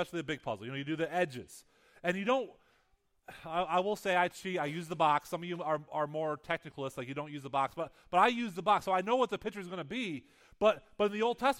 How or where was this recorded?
large echoing room